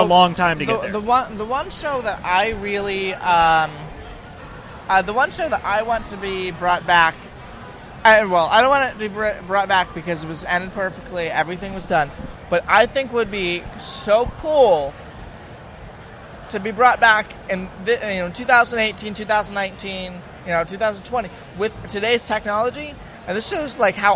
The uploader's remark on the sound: broadcast live cdom Wondercon 2018 in Anaheim